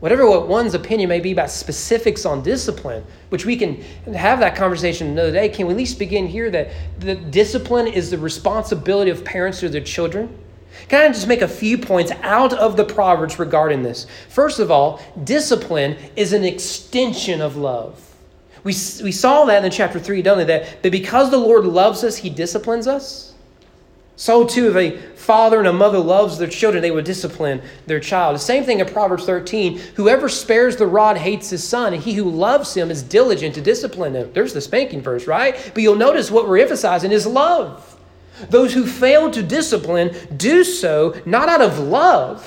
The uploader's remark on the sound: Sermon preached at East Frankfort Baptist Church on May 15, 2022 during morning worship.